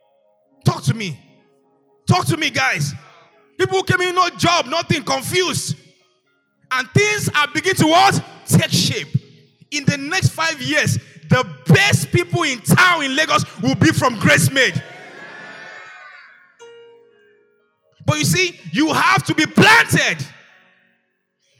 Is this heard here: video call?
no